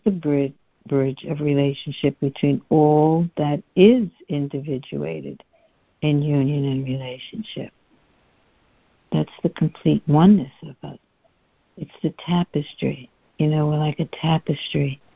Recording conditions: phone line